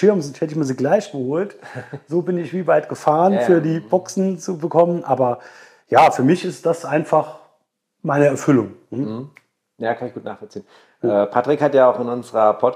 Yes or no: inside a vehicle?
no